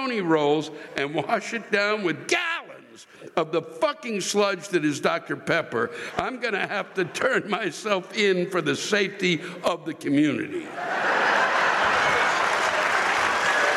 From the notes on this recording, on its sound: The live rants come from the Virginia Theater in Champaign IL on May 1, 2022.